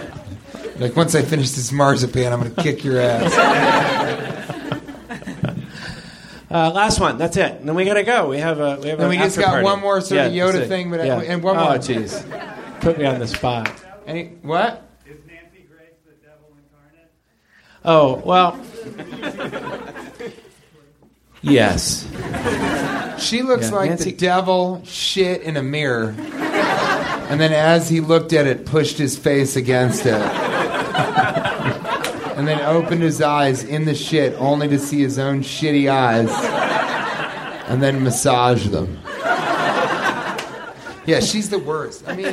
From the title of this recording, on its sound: Live from Nerdmelt